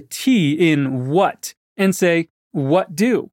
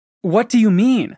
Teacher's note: when you begin a question with what do, try dropping the T in what and say, what do?